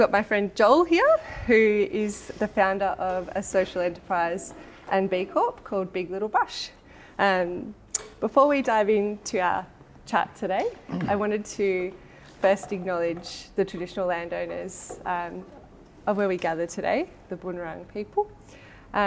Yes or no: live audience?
yes